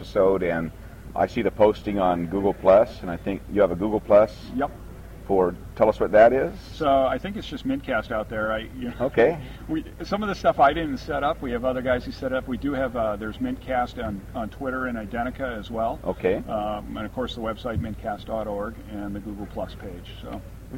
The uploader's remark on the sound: All week we are airing the interviews that were recorded at the Linux Fest Northwest. At a picnic table outdoors.